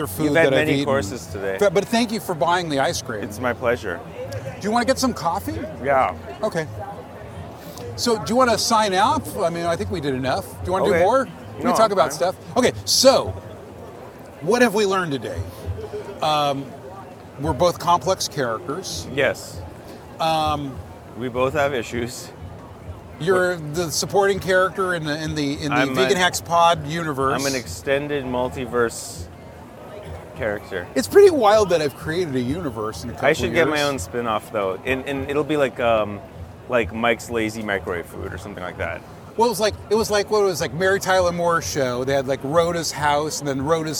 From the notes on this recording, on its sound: Vegan Hacks at the Vegan Street Fair. At the Vegan Street Fair in North Hollywood.